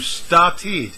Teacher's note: Okay, number three, the verb start is changed to started in the past tense. Here we add a vowel sound e and a consonant sound d, so the syllables change from one to two.